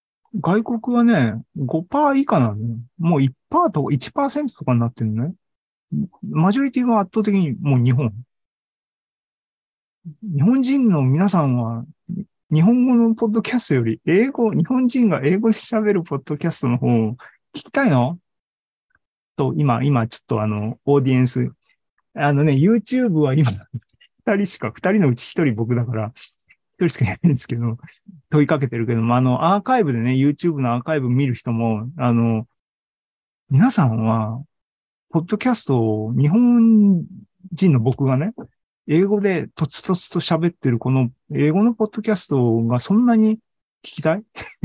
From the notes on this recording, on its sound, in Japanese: ２０２２年１０月２６日に開催した ZOOMライブの模様です